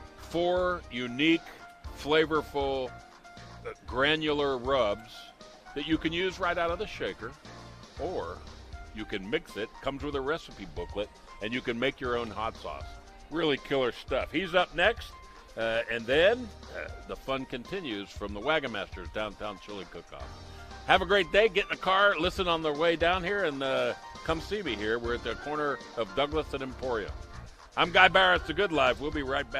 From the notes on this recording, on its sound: Live from the 2012 Chili Cook-Off.